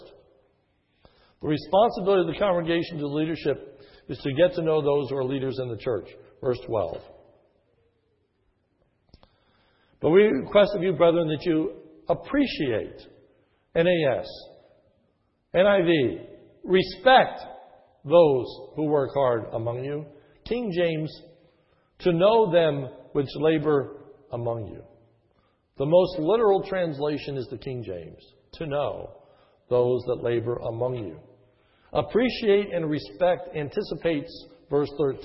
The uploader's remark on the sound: This is a sermon recorded at the Lebanon Bible Fellowship Church, in Lebanon, PA, on 9/4/2011 during the morning service. Was given on the occasion of installing a new Elder.